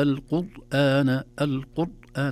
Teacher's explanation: لكن التثبيت قد يزيد، يقول إن هذا القرآن، القرآن، تخرج الراء محصرمة كما يقولون، أو شديدة لا يظهر فيها زمن الراء. فيتحتاج إلى عناية، إلى وسطية، إلى بينية.